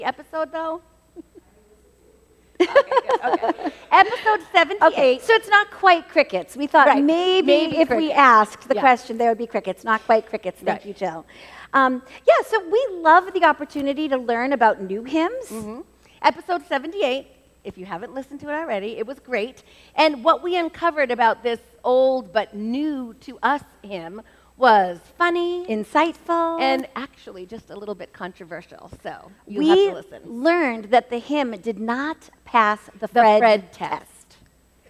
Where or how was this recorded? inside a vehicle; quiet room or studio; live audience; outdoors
live audience